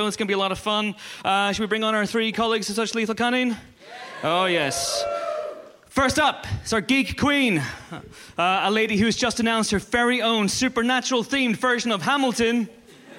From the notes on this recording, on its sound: Recorded live at Kings Place, London, as part of the London Podcast Festival. Play Empire Podcast Bingo with the audience.